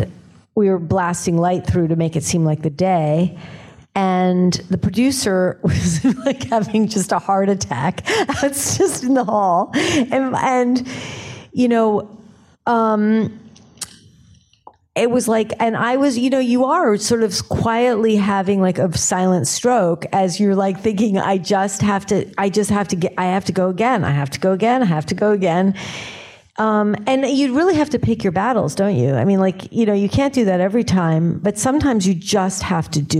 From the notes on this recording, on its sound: in a Q&A at the DGA theater in New York